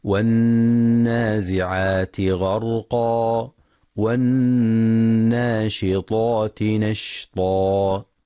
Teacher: ينتبه القارئ لغنة النون المشددة في كلمة والنازعات والناشطات، فهي أكمل ما تكون فيها. وفي كلمة والناشطات ينتبه القارئ لتفخيم الطاء تفخيما كاملا